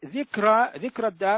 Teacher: كلمة ذكر الراء مرققة سواء وصلتها أو وقفت عليها، لكن سبب الإمالة في الوقف وفي الوصل مختلف.